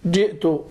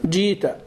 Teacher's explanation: الحركة اللي قبل الهمزة أطولها شوي وأحذف الهمزة · Shown in: second take · Term: الإبدال